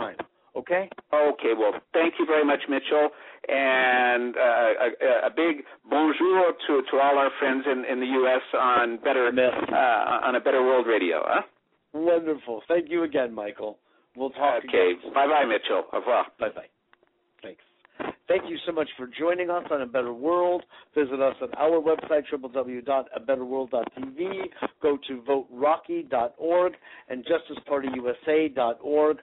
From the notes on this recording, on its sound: Today is a chance for listeners to call